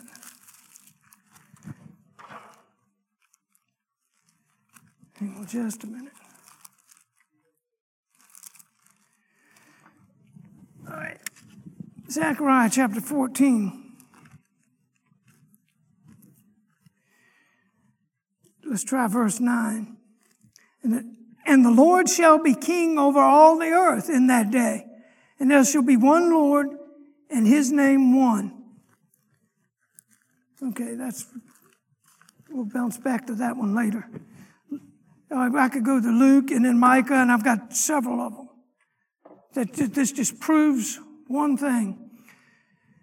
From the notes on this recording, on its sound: Sunday morning lecture